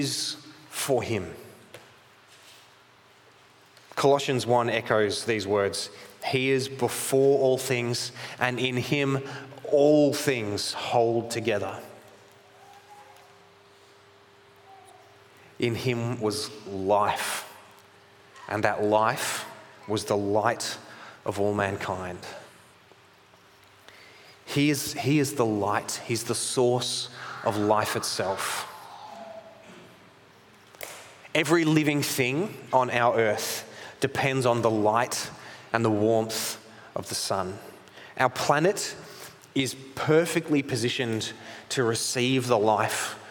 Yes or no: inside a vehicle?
no